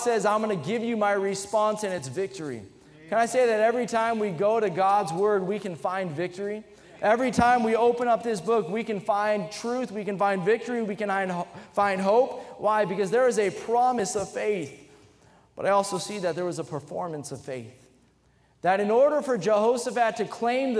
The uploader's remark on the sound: during the Sunday Evening service on August 13, 2023, at North Valley Baptist Church in Santa Clara, California